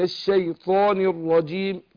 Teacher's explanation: الجيم برضو فيها الجيم كتير بيقع في مسألة التعطيش بتاع الرجيم، والجيم بتخرج من وسط اللسان، وسط ظهر اللسان مع مع الحنك الأعلى.